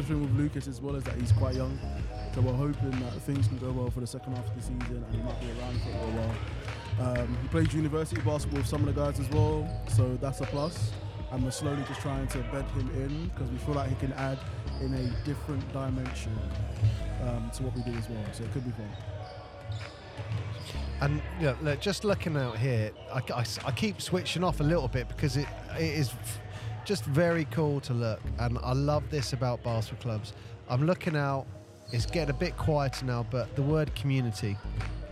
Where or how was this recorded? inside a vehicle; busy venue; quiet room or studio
busy venue